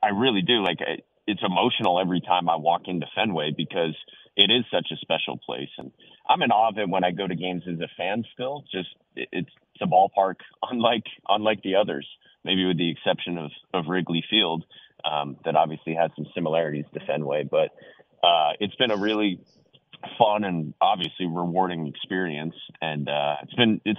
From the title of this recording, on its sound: Calls in Live